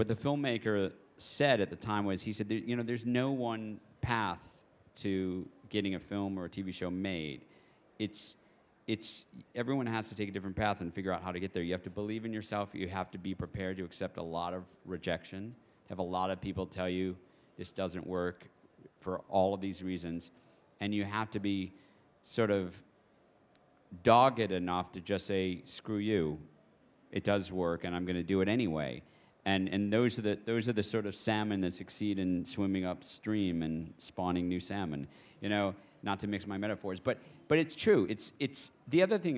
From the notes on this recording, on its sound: at the Apple Store, Covent Garden in London